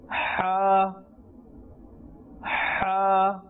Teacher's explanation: Now, that same place that you're panting for breath, where that sound is coming from, this ha emanates and is pronounced from that place, which is the middle or the center of your throat